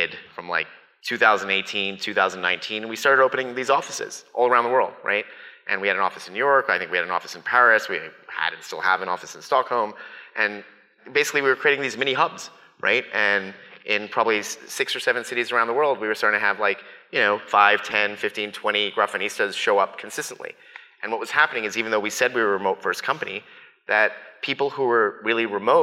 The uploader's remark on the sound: Live from GrafanaFest. Recorded live at GrafanaFest, the company-wide event that brought together more than 600+ Grafanistas from around the world in Whistler, British Columbia.